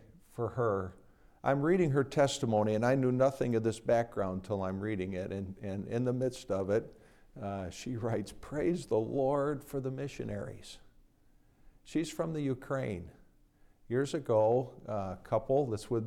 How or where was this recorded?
large echoing room